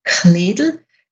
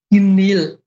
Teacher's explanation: Je weiter wir nach Osten kommen, desto weniger behaucht klingt das K · Shown in: second take · was man uns ja immer irgendwie ein bisschen anlastet, dieses K, dieses Tirolerische.